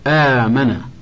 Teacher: ومقدار مده الواجب علينا مراعاته هو حركتان فقط كالطبيعي · Term: المد البدل